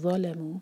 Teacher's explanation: ذو کو ایسے پڑھیں گے کہ ہماری زبان نہ اوپر والے دانت پر لگی ہو اور ٹپ باہر ہو، اور سامنے کی پورا جو زبان کا حصہ ہے پورا یوز کریں گے اور منہ بھر کر پڑھیں گے. ظَلَمُوا، لام کو لائٹ رکھیں.